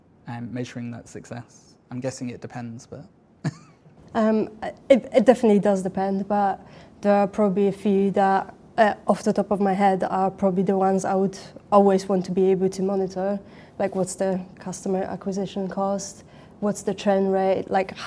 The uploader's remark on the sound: We were invited to host the panel at Product Party with Octopus Ventures, so we figured we would record it and share with you all! Record the podcast with a live audience.